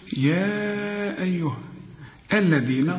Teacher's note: طلع لسانك في الذال